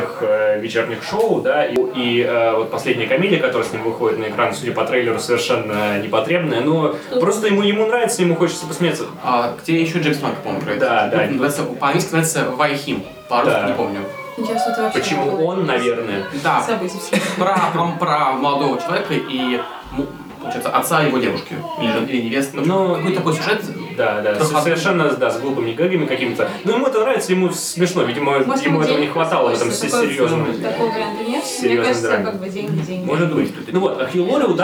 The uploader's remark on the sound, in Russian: Извините за качество звука: эпизод записывался на корпоративе Телекинеза.